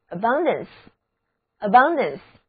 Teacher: 第二个音节重读音节